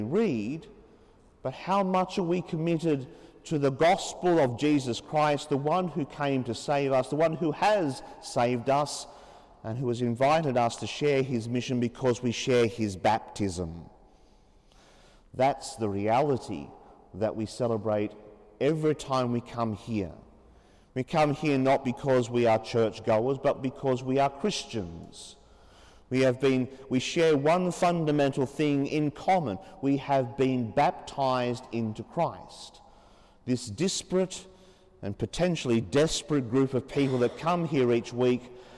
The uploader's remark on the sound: As preached during the 5.30 pm Saturday evening Mass in Sacred Heart Cathedral, Hamilton.